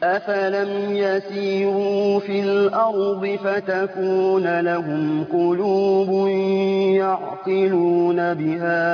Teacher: إن حضرتك بتجيب الحروف من الأنف يعني الغنة غالبة على القراءة وده بيخلي يمكن اللام قريبة من النون شوية